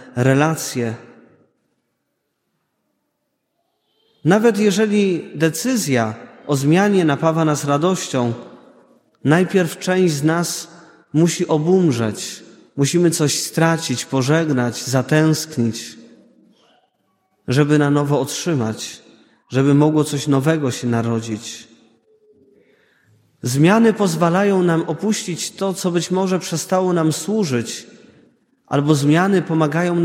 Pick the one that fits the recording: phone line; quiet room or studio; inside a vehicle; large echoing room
large echoing room